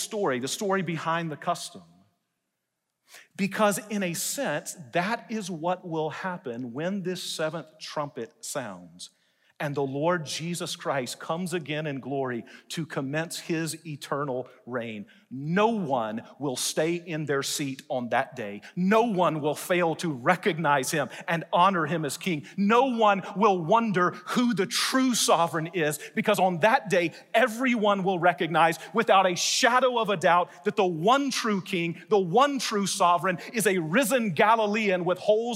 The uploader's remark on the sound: delivered a message in #SWBTSChapel